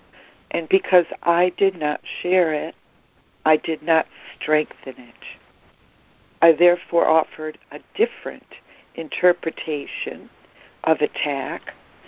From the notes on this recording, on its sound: ACIM Daily Conference Call